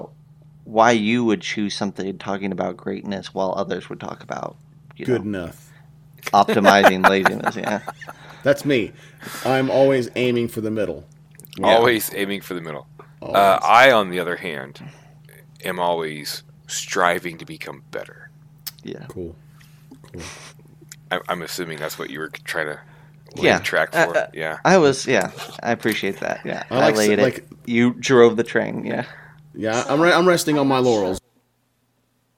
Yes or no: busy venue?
no